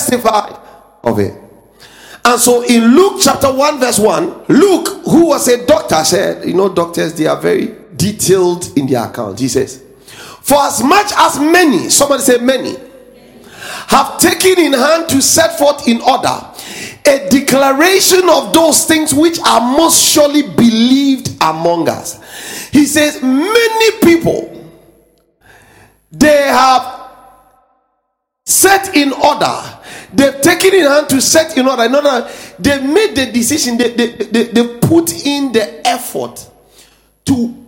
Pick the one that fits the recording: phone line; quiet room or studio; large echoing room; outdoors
large echoing room